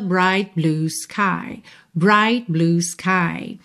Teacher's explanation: Você reparou que você quase não ouviu esse T do bright.